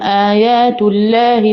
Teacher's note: اللام باسم الجلالة مفخمة معنا